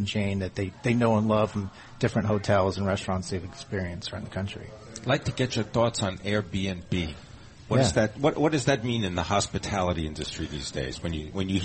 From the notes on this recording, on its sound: Broadcasting live from the Kimpton Morrison House Hotel in Alexandria, Virginia.